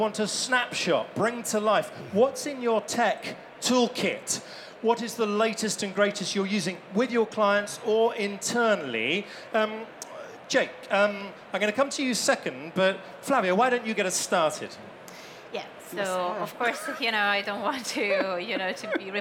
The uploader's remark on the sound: Elite Business Live has gone on tour to some of the best events and expos across the country, with our last and final stop at the Technology For Marketing expo at London Excel.